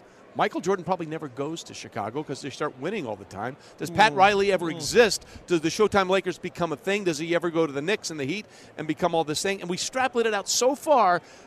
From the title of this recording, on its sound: live from Super Bowl Radio Row